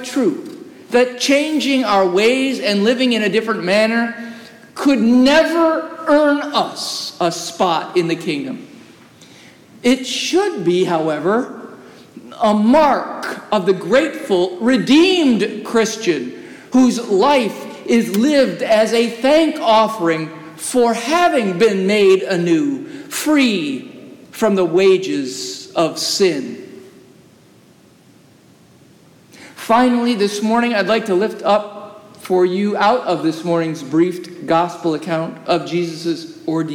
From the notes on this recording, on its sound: As recorded live during worship in the historic, 318-year-old sanctuary of (Old) Rehoboth, the "Birthplace of American Presbyterianism."